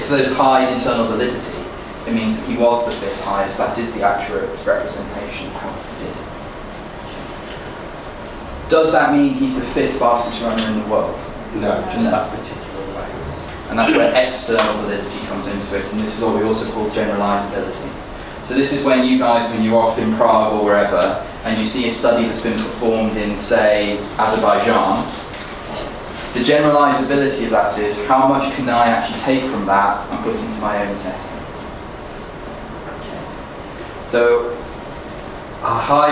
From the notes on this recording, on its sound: This is the live recording of the eleventh #UnblindingResearch session